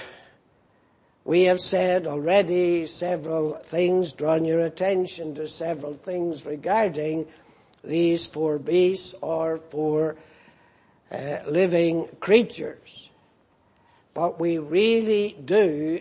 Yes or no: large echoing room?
yes